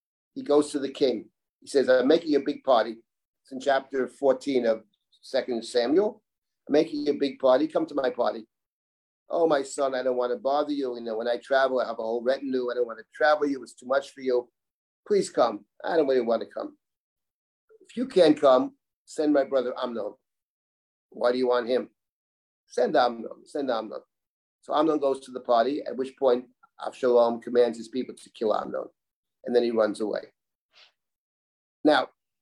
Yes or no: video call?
yes